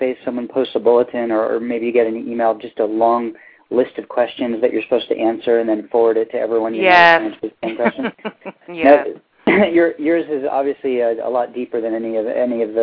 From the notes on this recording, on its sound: The January edition of our open reading featured callers from Tacoma Park, Maryland, Sioux City, IA. Please ignore all the wrong buttons I pressed.